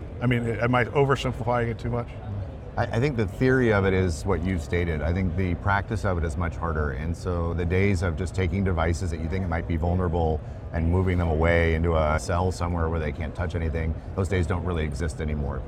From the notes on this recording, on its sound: an Interview in Action live from HIMSS 2023